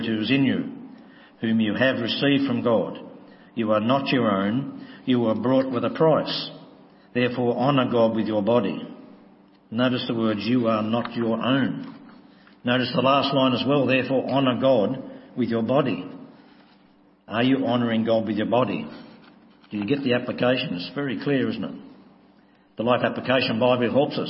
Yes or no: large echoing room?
yes